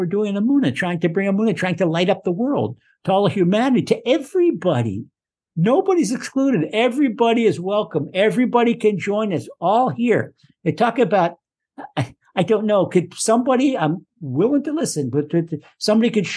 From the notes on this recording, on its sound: Recorded via TORCHzoom